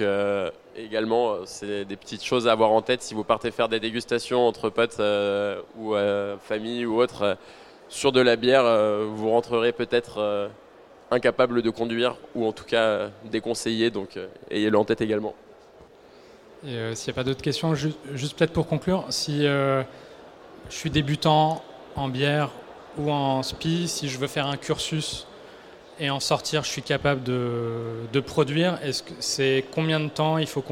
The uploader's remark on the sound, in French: Conférence donnée au salon BRADIS